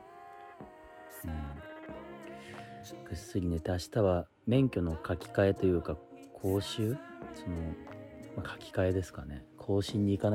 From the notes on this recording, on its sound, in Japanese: 無菌室なので空気清浄機のノイズや音量バランス等お聞き苦しいかもしれませんがあしからず。